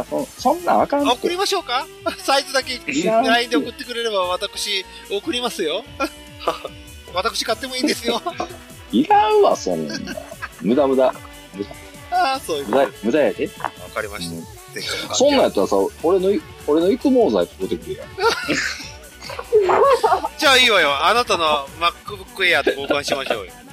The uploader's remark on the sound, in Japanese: 回線不良につき雑音多め。回線トラブルで雑音多めです。